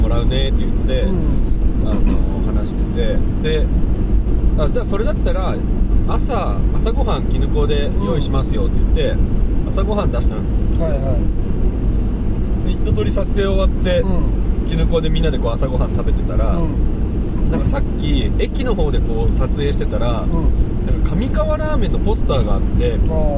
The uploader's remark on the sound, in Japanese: ３周年記念北見オフラインに向かうドライブ収録！